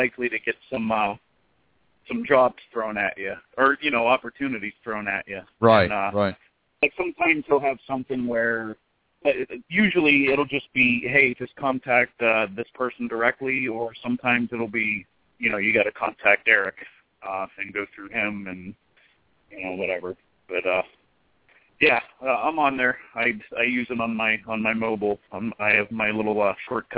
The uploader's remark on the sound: Live Call In Show